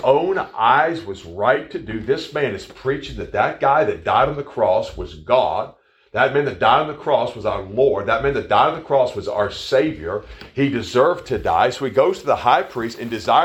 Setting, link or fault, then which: setting, large echoing room